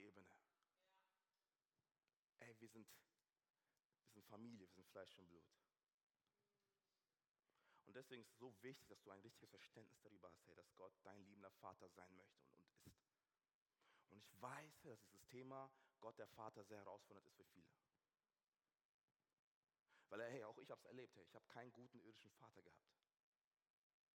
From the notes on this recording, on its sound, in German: Aus unserem Gottesdienst.